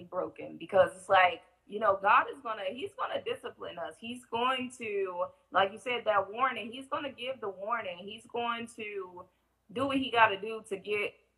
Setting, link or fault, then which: link, video call